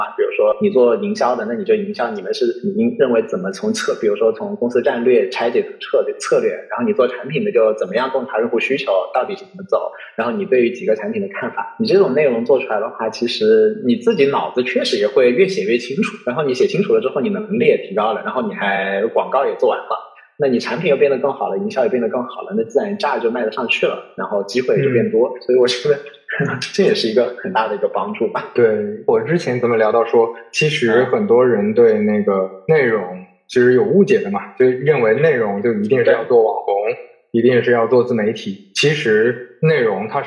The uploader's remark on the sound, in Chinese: 本期收音环境不佳，建议尽量公放、或将耳机音量调低一点点收听。